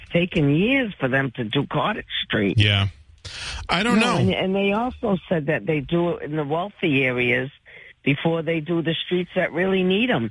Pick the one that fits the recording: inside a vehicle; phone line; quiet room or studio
phone line